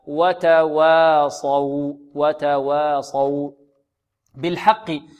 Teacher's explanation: الواو التي قبل الصاد مرققة والواو التي بعد الصاد مرققة والصاد بحروف التفخيم